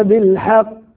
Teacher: انتبه إلى قلقلة القاف، القلقلة هنا قلقلة كبرى